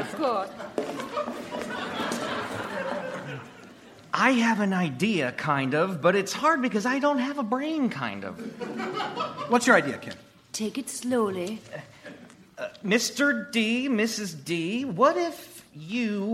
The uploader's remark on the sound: Recorded Live 11/10/2014 at Largo, Los Angeles.